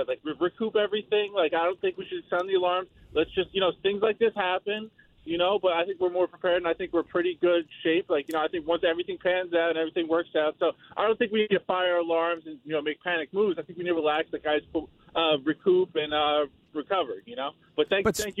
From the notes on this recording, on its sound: takes some of your phone calls.